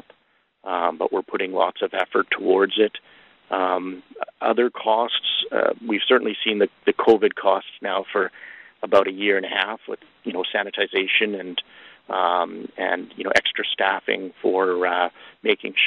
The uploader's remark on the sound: Second quarter 2021 earnings call for Boston Pizza Fund.